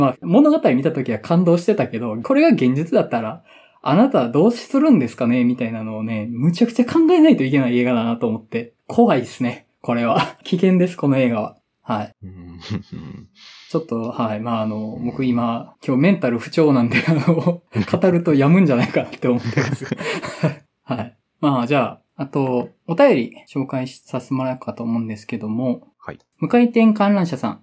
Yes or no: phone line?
no